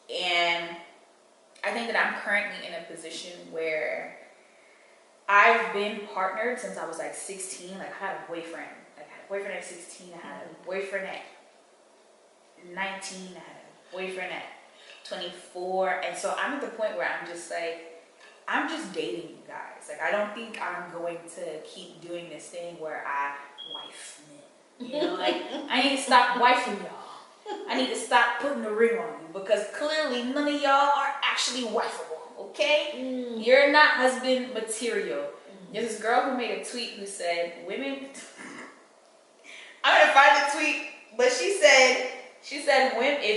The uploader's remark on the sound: This episode has some audio issues but we move.